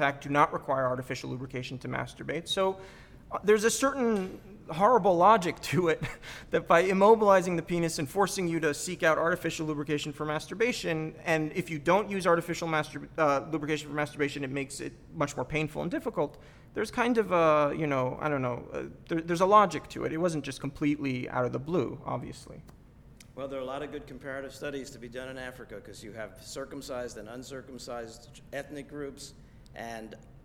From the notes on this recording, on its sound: This is a recording of the discussion that followed a special screening